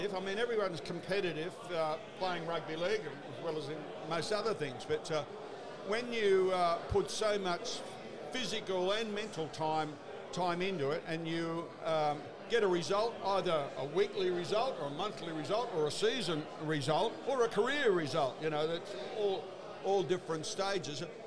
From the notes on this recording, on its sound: Sounds From The 2023 BGA Reunion Luncheon. Was working the microphone as he caught up with a cracking group of former players and officials.